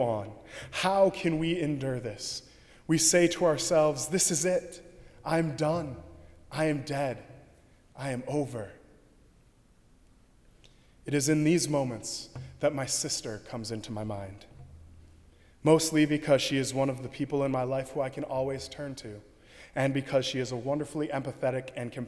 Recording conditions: large echoing room